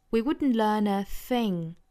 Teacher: We wouldn't learn a thing.最后的这个 thing, th,一定要注意舌头伸出来去摩擦上齿，发一个轻辅音的 thing